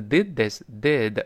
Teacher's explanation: 要读 did，它发 adid。然后呢，后面这个事儿就是 this，th 还是吐舌头，后面还是发 athis。did this 那个 did this did 后面那的是没有了啊，失去爆破了